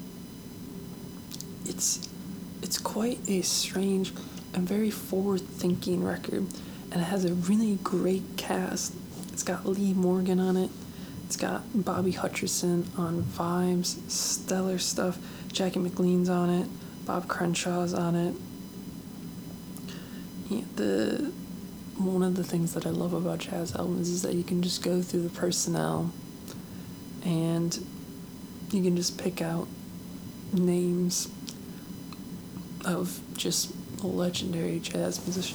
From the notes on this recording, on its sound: Microphone was extra noisy today.